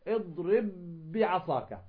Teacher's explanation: ندغم الباء الأولى في الباء الثانية، فنقول اضرب بعصاك، يصبحان حرفا واحدا مشددا